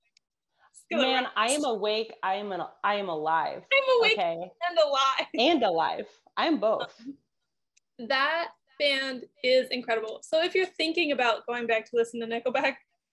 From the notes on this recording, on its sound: If you listen closely, you'll discover the audio has gotten bad again